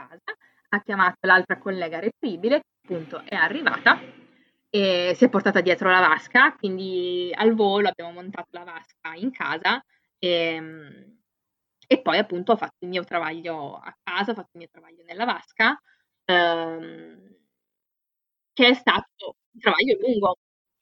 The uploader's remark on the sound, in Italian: Purtroppo la qualità dell’audio non è ottimale.